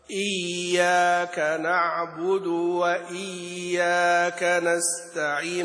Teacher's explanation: كثير من القراء إذا جاء يقرأ بالياء المشددة قرأها مشددة وشديدة، يعني يقول إي إياك نعبد وإي، وهذا خطأ، هذا خطأ. إياك نعبد وإياك نستعين، مشددة لكن ليست شديدة